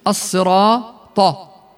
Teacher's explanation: مفتوحة أو مضمومة، مثل الصاد في الصراطة. لاحظ كيف لفظناها الصراطة، لكن الطاء فيها كما لاحظتم أعلاها تفخيما لأنها مفتوحة